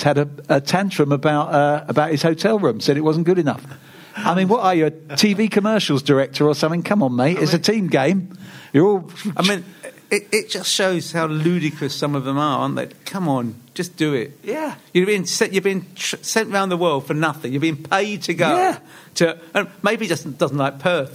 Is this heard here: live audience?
yes